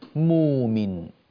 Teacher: فكلمة مؤمن قبلها ضمة فيبدلها واوا وتصير مؤمن